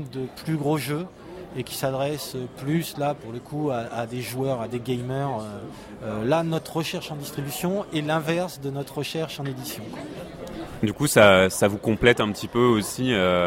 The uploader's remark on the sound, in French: Interview réalisée au festival international des jeux de Cannes édition 2015 par Ludovox.